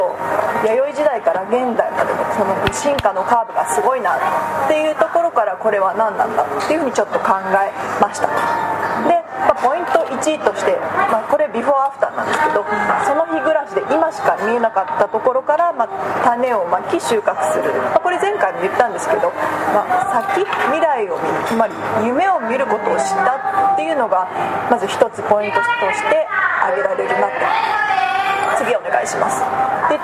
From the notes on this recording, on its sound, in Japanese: 飲食店での収録のため雑音が多くなっております。